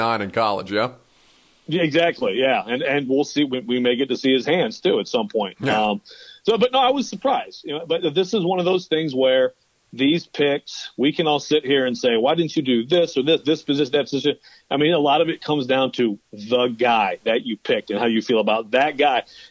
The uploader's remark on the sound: Conference call with the Nashville media. First round recap Zoom call.